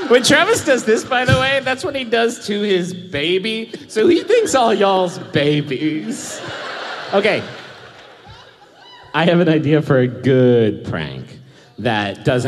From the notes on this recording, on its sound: Once again we are coming to you pre-recorded LIVE from beautiful Washington D.C.!